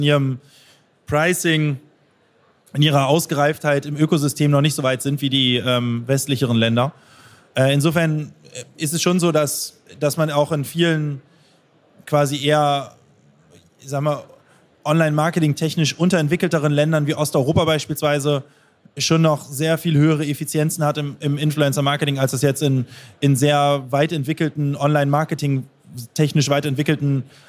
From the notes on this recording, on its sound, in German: Live auf der OMR Bühne auf der OMR22.